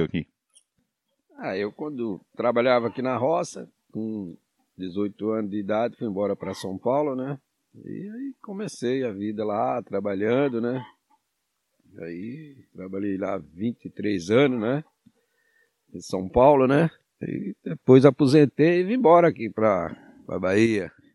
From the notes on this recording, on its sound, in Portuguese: O episódio foi gravado ao ar livre com galinhas e porcos por perto e com uma linda paisagem coberta por palmas. (Sul da Bahia no município de Caldeira).